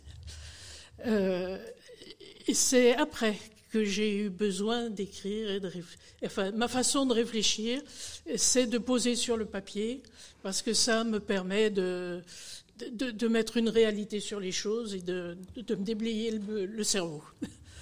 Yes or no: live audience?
yes